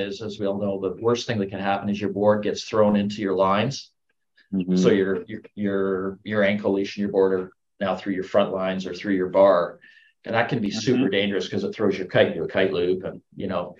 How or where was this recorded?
video call